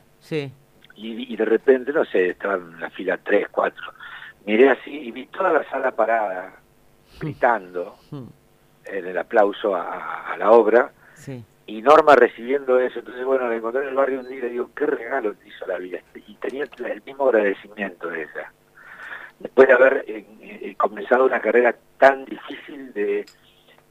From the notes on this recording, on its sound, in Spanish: Recordamos la comunicación telefónica con el actor